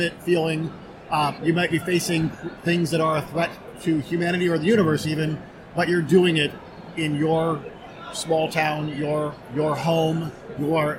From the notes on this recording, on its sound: Dispatches from PAX Unplugged. On-the-spot quick interviews. Please forgive the sound quality; the interviews were conducted using a tiny microphone in a crowded and busy expo hall, and voices don't always travel well through N95 masks.